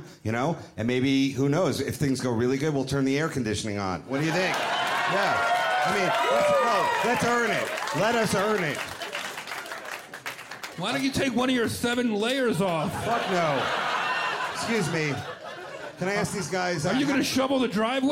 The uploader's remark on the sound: Roast The Audience.